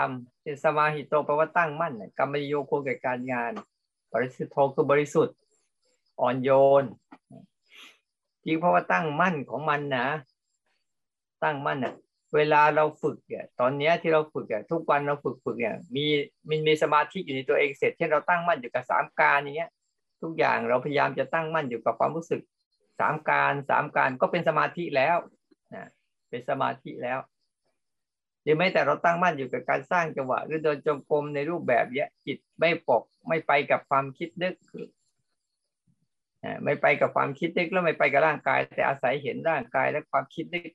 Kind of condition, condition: link, video call